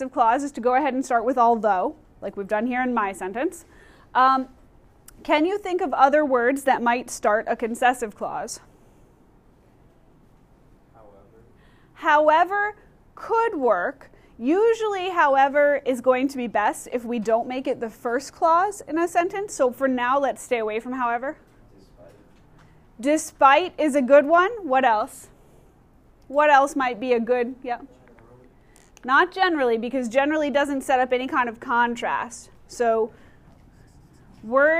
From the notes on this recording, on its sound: Recorded in class